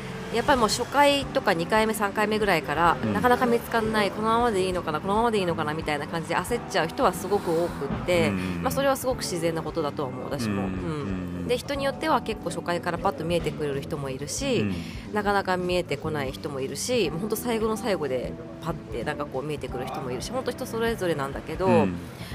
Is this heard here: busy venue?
yes